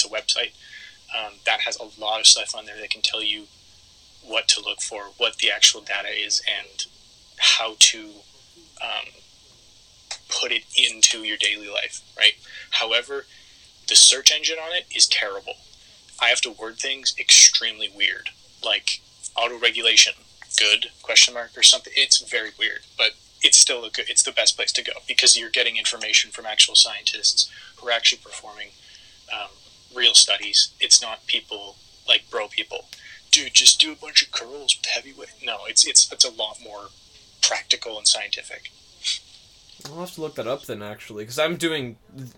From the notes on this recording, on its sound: To ensure the health of our podcasters, this interview was conducted over the phone, and we are still working out the issues!